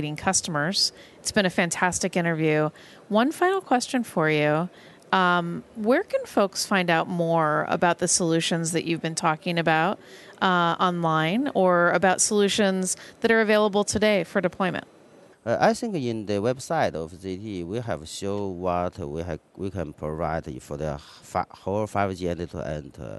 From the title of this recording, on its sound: LIVE from MWC 19 in Barcelona